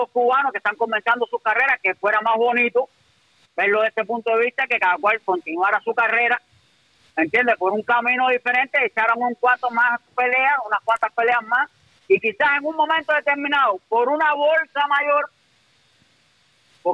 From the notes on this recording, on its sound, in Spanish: estaba escuchando el programa en vivo y llamo